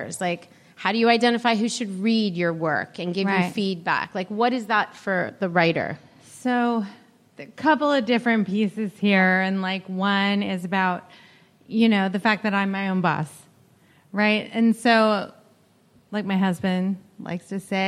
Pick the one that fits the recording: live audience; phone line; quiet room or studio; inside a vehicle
live audience